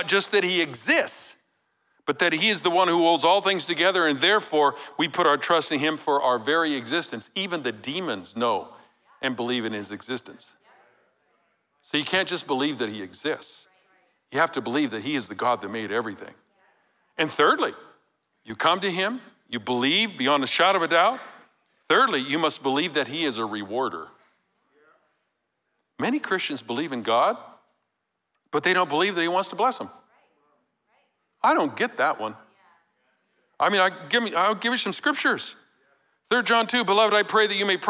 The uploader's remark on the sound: Recorded live at Capital Church in Meridian, Idaho